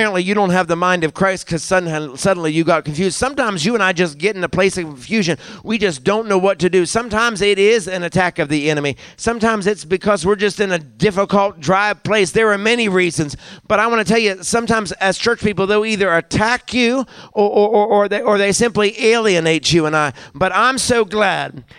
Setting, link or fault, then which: setting, large echoing room